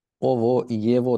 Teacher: Çünkü iki sesli arasına gelince g'ler v gibi okunuyor. Ama bilerek özellikle g gibi söylüyorum ki hani tam gelecek harfi bilin.